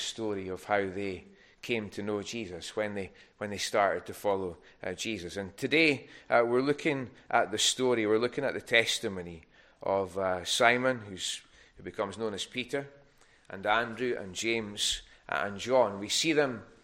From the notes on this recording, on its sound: recorded at North Harris Free Church on the morning of Sunday, 3rd March 2024